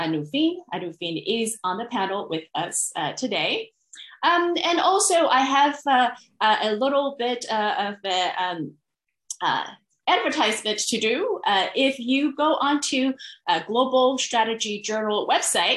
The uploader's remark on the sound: STR Virtual Symposium